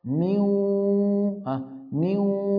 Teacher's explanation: صوتين في آن واحد، واو من الشفتين وغنة من الخيشوم